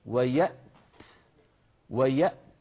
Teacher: بدك تجيب همزة ساكنة ثم شدة التاء ثم همس التاء